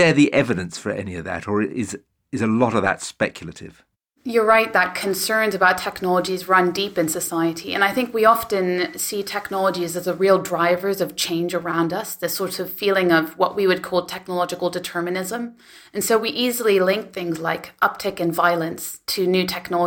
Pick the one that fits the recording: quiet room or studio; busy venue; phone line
quiet room or studio